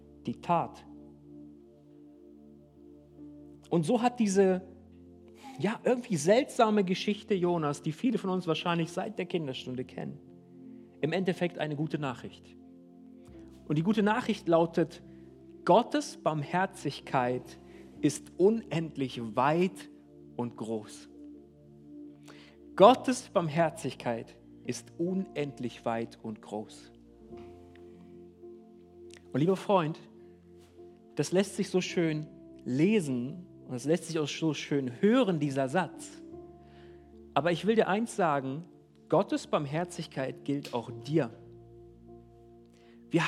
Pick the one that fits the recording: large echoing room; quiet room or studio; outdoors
large echoing room